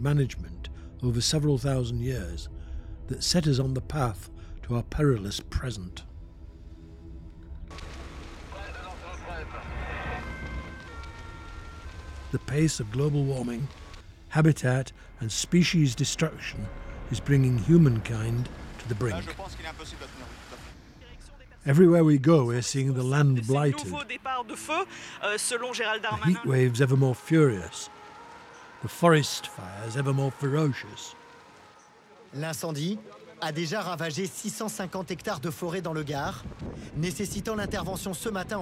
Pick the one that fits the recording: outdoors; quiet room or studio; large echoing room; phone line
outdoors